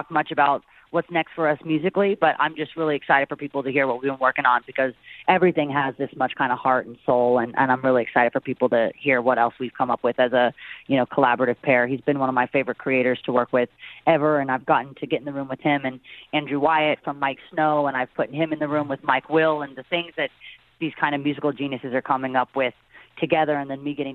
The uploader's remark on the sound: Called.